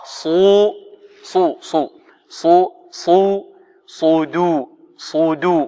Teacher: الصاد ماذا؟ مفخمة، والدال مرققة. صو صو صو صو صو صدو صدو، وليست صدو دو، هذا خطأ.